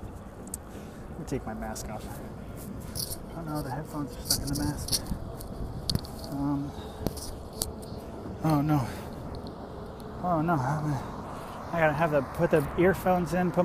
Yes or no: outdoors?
yes